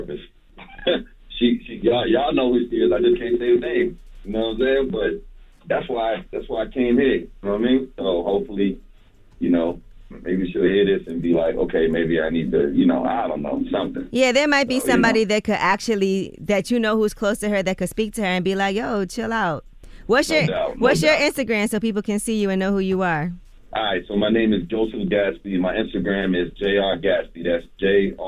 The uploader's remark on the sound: Today on the show we opened up the phone lines to see what our listeners thought.